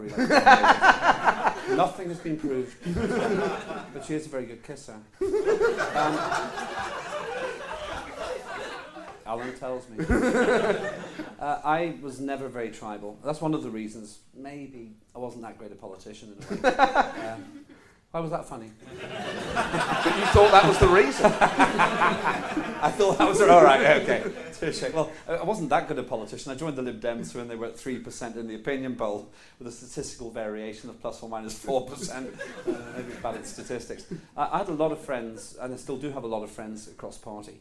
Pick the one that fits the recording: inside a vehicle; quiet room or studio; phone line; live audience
live audience